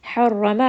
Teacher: Harrama, ra is going to be heavy because it has a fatha. Harrama, ha is going to be from the middle of the throat